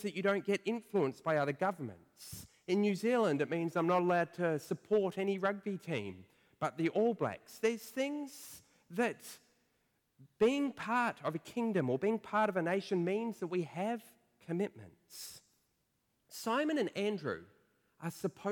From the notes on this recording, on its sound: Preached at First Church of Otago.